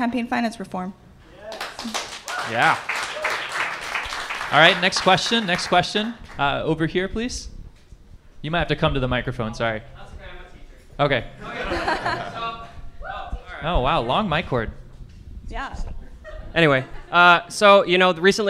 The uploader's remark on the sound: Live from Marks Garage. You get some fun live commercials in there too. The Arts at Marks Garage for hosting us.